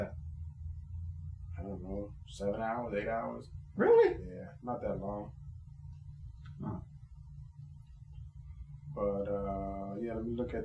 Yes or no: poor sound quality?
yes